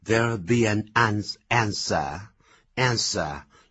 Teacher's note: 他因为在英式英语啊，他把那个 er 的卷舌音呢，那么是比较淡的